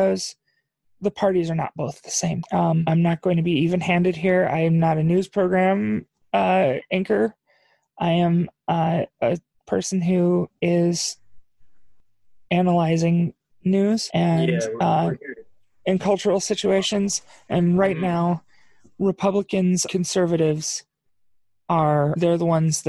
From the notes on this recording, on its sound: ZOOM CONFERENCE.